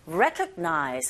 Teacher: 자, 이렇게 발음하시면 안 되고 강세를 주셔야 되죠. 정확한 위치에 re, 이 부분 첫 번째 있습니다